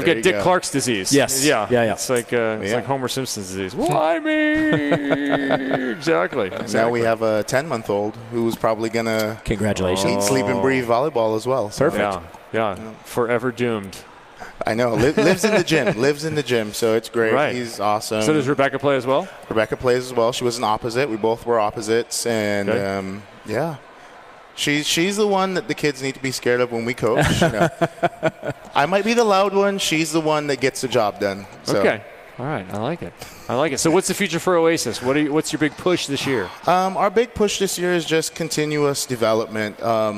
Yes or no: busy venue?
yes